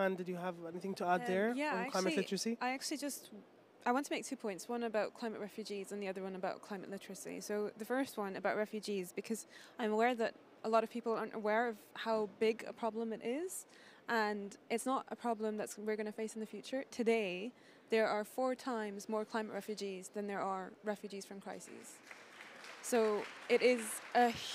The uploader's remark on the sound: Earth Day Live From COP26